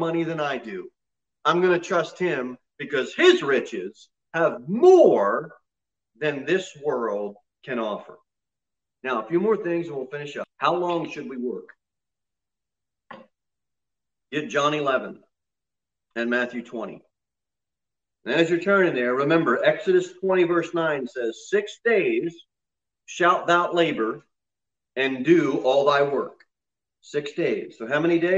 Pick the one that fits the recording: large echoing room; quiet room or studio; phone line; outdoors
large echoing room